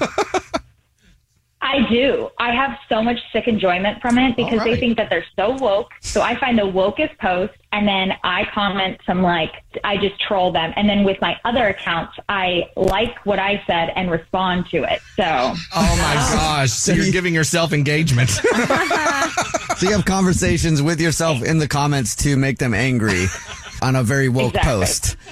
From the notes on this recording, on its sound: The listener on the phone.